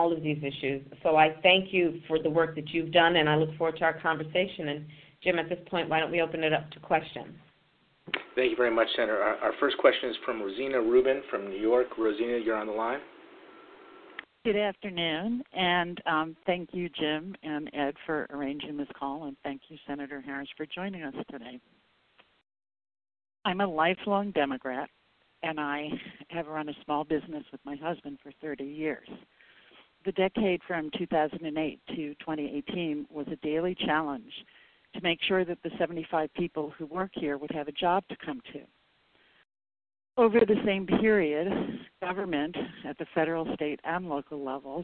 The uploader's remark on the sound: Solutions 2020 conference call